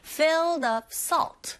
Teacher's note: filled의 d사운드가 아주 약하게 들리게 되죠. filled of salt, 이런 식으로 발음하시면 됩니다.